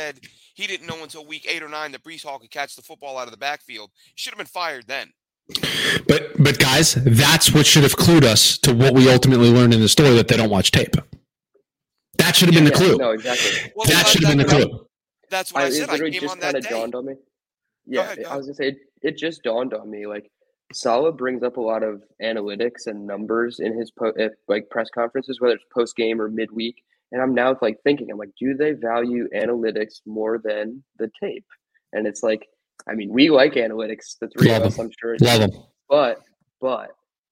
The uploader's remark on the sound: We had some audio issues on this episode